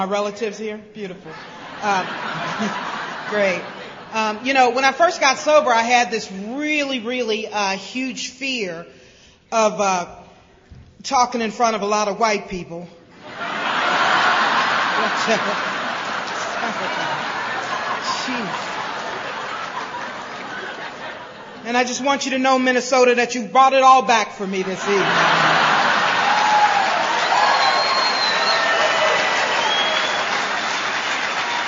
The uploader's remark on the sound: speaking at the 23rd Gopher State Roundup in Bloomington MN in 2006